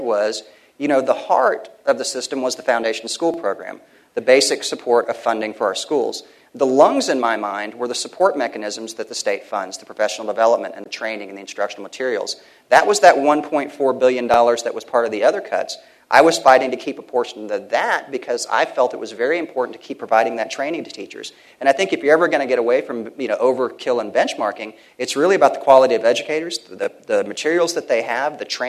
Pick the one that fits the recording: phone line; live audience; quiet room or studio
live audience